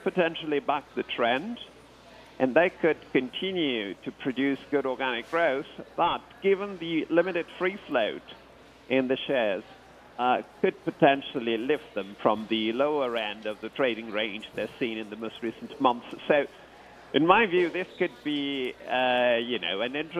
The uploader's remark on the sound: Bloomberg Surveillance is live from the Bloomberg link for the Year Ahead Summit.